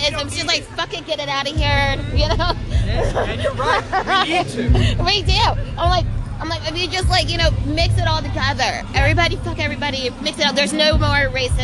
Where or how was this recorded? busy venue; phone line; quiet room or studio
busy venue